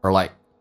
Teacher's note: 有弱化现象，直接发成耳，嘴巴打开一点点，舌头卷一下